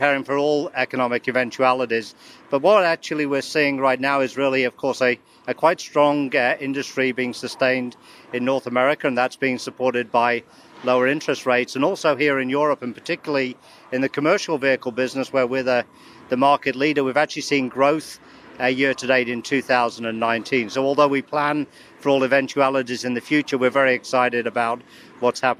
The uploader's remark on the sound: We are also live at the Frankfurt Motor Show.